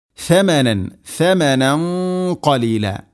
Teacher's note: വലാ തഷ്തറു ബി ആയാതി സമനൻ ഖലീല, സമനൻ ഖലീല അല്ല, സ ത ഉച്ചരിക്കുന്ന സമയത്ത് നാവിൻ്റെ അറ്റം ദാലിനേക്കാൾ അല്പം കൂടെ പുറത്തോട്ട് നിൽക്കണം, നാവിൻ്റെ അറ്റം മുൻപല്ലുകളുടെ ഇരുനിരകൾക്കിടയിലൂടെ, അതാണ് ത